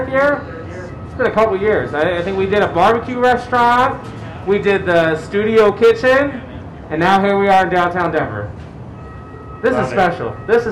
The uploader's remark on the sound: Cooking live at Pizza Republica and talking to guests!